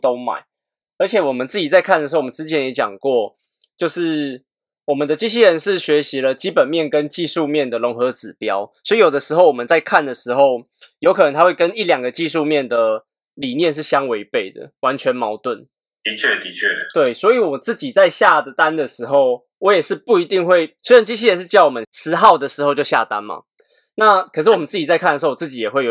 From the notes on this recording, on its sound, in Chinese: 我們這次用遠端來錄音。音質聽起來不是很優。